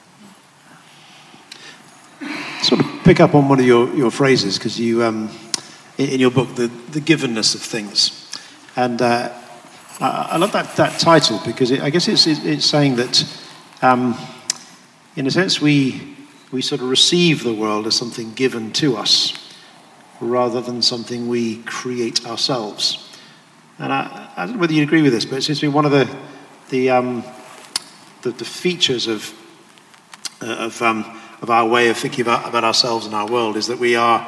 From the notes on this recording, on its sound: This GodPod was recorded as part of a lecture. This lecture was part of the McDonald Lecture Series – a collaboration between St Mellitus College and the McDonald Agape Foundation.